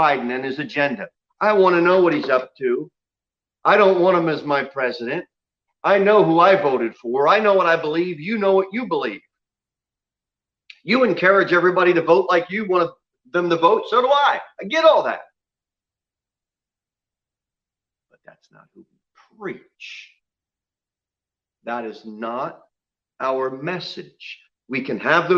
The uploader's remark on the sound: Sermon delivered at Pilgrim Baptist Church on Thursday, November 5, 2020, at 6:00 pm.